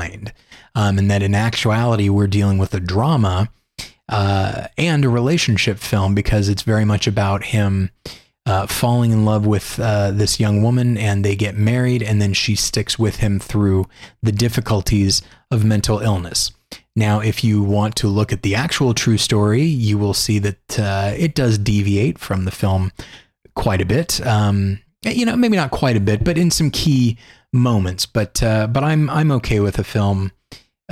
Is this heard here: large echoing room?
no